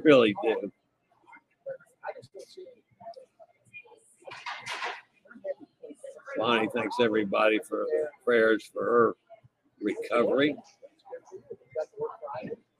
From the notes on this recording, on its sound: LIVE on location aboard the Adventure of the Seas about halfway between Galveston and Costa Maya, Mexico.